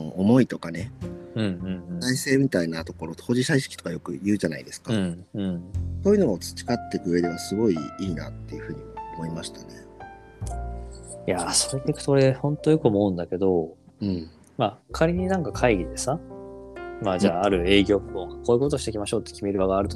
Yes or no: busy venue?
no